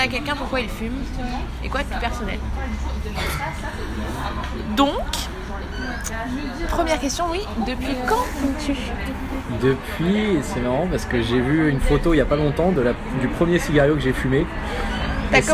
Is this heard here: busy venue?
yes